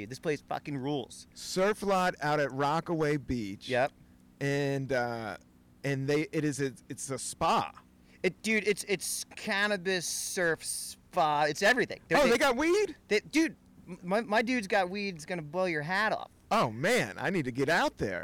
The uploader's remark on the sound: Recorded on a rooftop in Brooklyn.